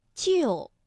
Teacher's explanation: 大家知道四声的调值是五幺，也就是说单独读的时候是救